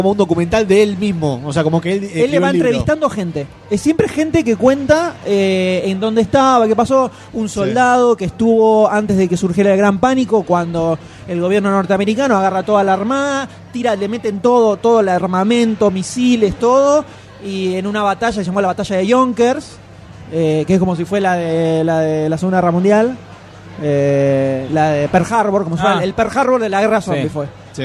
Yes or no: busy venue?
yes